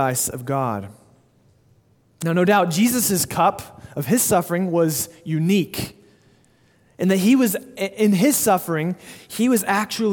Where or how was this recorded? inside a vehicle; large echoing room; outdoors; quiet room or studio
large echoing room